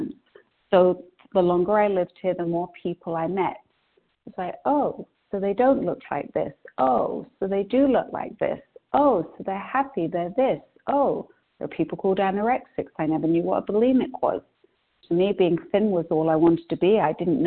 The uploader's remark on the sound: 100 Pounders Phone Meeting on 12/8/20